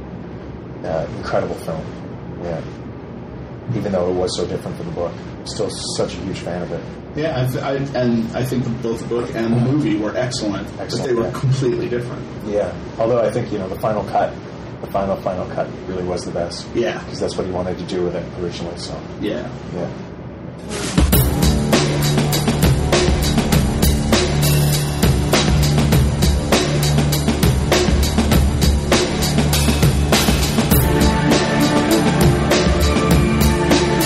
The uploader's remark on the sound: This ep[isode was recorded at Farpoint and the room noise does make the interview sound rough.